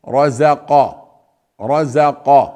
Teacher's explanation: القاف مفخمة، الراء مفخمة، والزاي مرققة